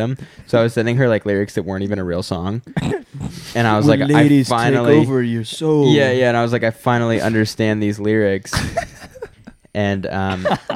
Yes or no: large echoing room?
no